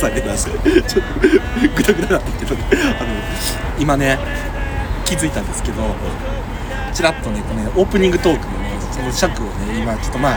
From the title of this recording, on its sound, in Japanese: 極寒な公園のpodcast収録は難しい